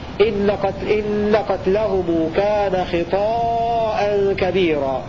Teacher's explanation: بالفتح خطأ هكذا يقرأ ابن ذكوان مصدر خطئة قرأ ابن كثير بكسر الخاء وتحريك الطاء بالفتح وألف بعدها · Term: مدا متصلا